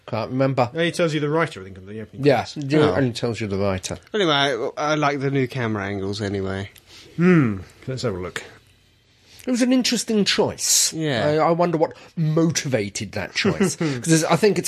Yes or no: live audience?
no